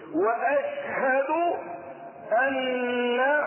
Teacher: وفيها النون المشددة فتأخذ الغنة بمقدار الحركتين